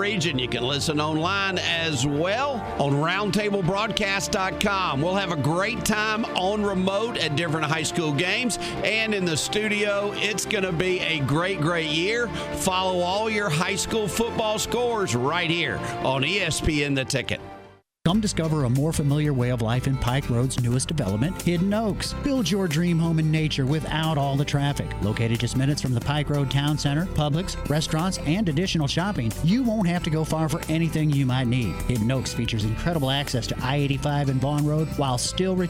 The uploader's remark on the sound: once again originating from The Market at John Hall Store.